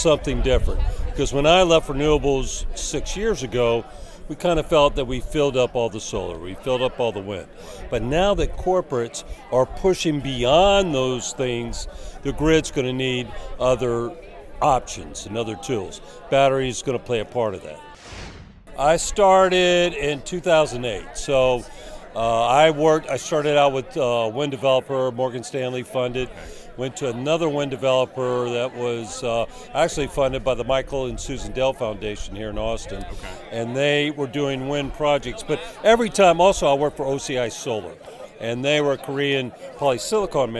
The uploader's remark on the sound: It’s a Green Insider Road Trip as we’re live at the gorgeous Lost Pines Resort in Bastrop, Texas, just a stone’s throw south of Austin for the first North American Energy Markets Association Conference in two years.